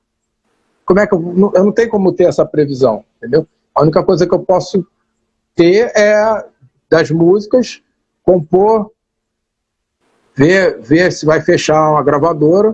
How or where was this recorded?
video call